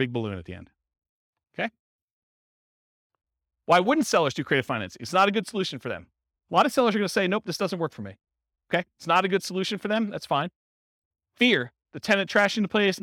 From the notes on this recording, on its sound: Real estate entrepreneurs in Fargo, North Dakota. This was a live class recorded.